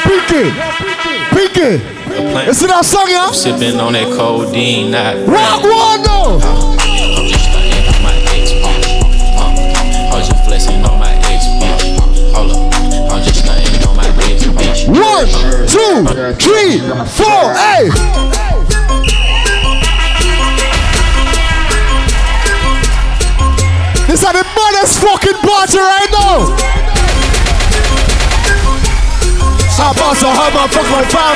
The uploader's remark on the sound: Unforgettable Live Audio From Inside Sit & Sip Lounge's Former Location.